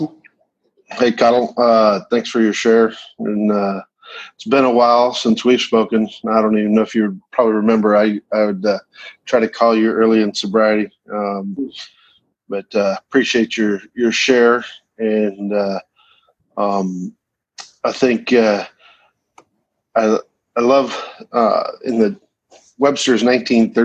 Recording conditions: video call